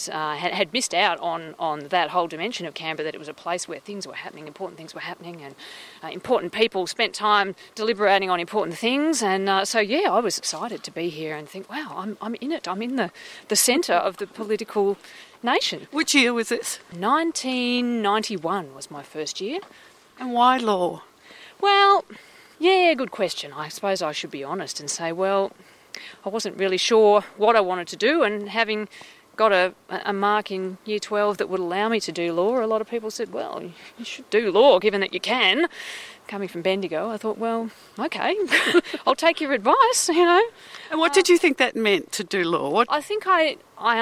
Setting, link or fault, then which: setting, outdoors